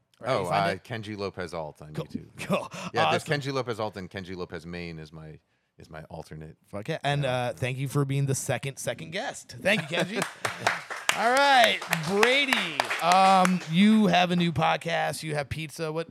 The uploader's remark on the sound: The One Year Anniversary Live Podcast